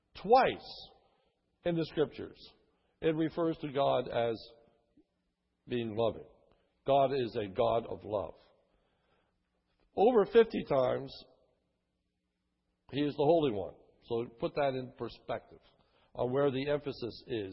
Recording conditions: large echoing room